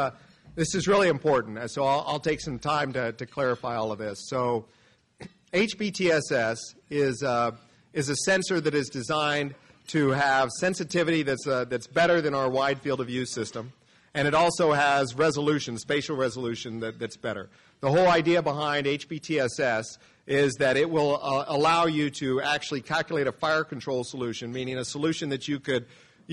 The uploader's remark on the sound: Spacepower Security Forum 2023 | Lunch Keynote. Army Navy Country Club, Arlington, VA.